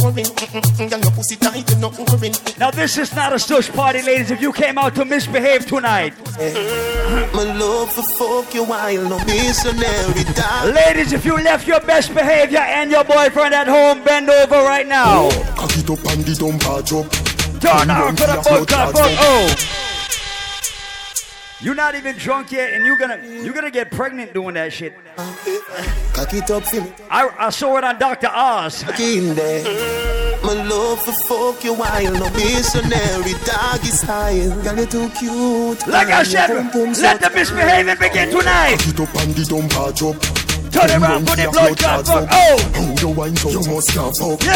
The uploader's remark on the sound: LIVE AT ISLAND SATURDAYS ON OCT 20